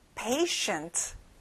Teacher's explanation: 가운데 T 발음은 안 나요